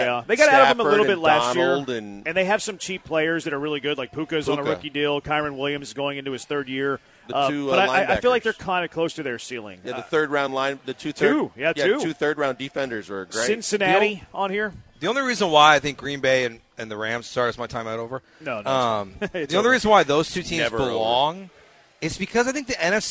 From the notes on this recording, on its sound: live from The Decoy